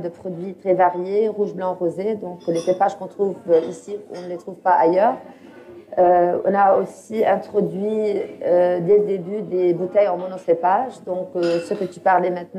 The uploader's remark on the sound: Recorded live on February 17, 2020, at L’appartement in Beirut, Lebanon.